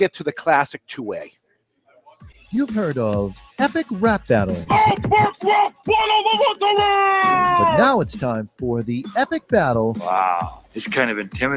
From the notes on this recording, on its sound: This week we are live from Seabrook where there is an Avo Savoring The Moment event going on.